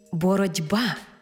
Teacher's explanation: Але вимовляємо і чуємо це слово зовсім інакше. Боротьба, бо дзвінкий приголосний «Б» вплинув на попередній глухий «Т» і зробив його дзвінким «Д». Іншими словами, глухий «Т» уподібнився під впливом дзвінкого «Б» до «Д». · Term: уподібнення